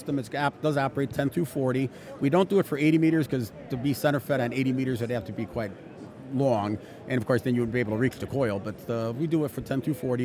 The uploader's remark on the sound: Huntsville Hamfest Live